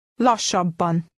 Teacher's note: Notice the long sounds of the S and the B.